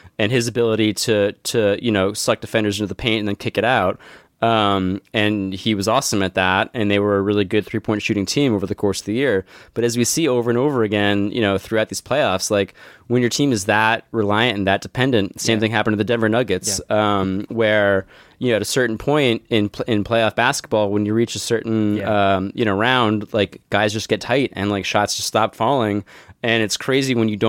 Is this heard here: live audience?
no